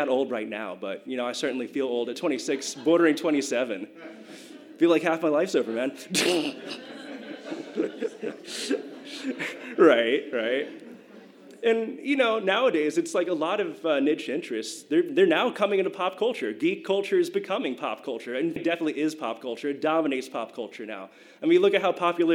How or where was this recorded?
live audience